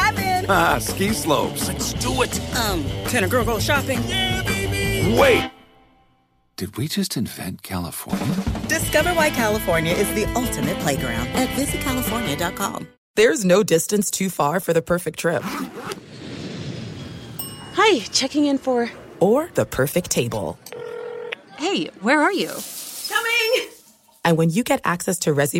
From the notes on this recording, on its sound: We have a listener on the phone